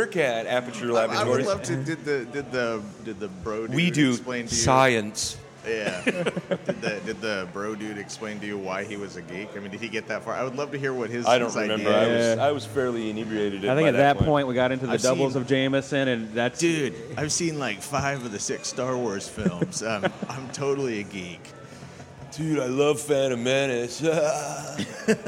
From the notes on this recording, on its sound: we’re podcasting live from The Copper Hog in downtown Bellingham